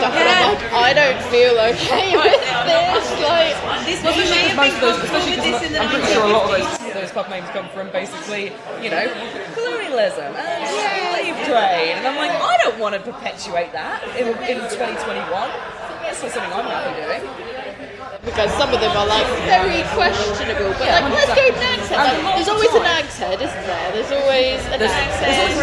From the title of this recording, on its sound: Coversations from the Taproom